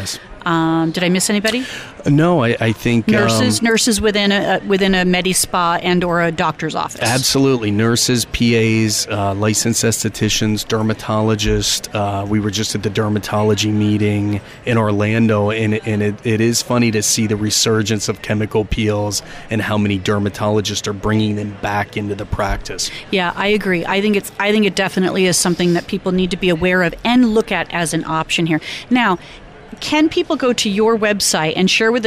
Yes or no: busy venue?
yes